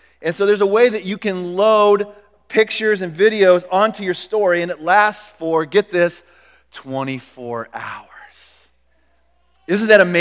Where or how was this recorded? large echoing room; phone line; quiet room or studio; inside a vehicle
large echoing room